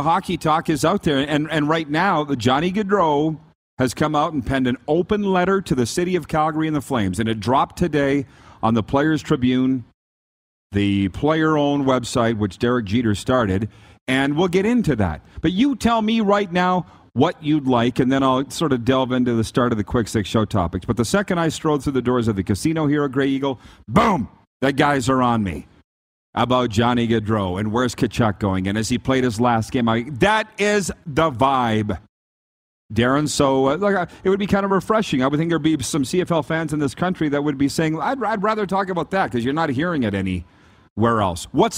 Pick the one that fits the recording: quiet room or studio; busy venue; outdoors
busy venue